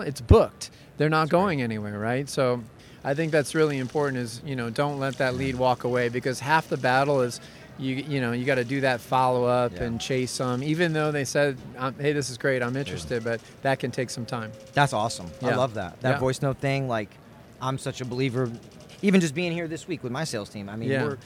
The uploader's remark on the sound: Live On The Show Floor From ExhibitorLIVE